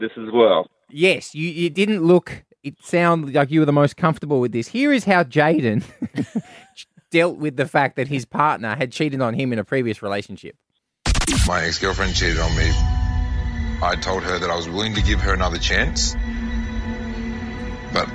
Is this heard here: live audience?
no